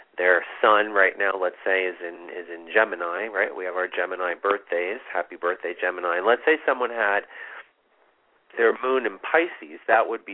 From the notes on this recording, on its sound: This is a call in show with live mini-readings!